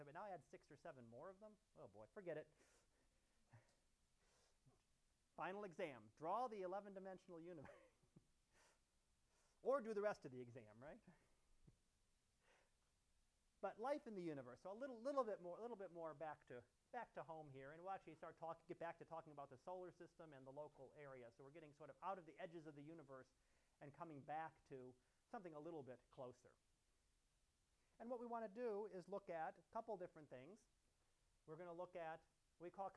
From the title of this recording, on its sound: Live Class Lecture